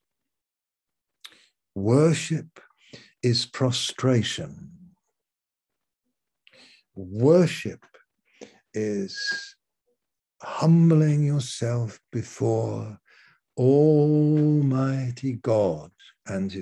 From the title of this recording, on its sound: Malaysia Meets (Zoom)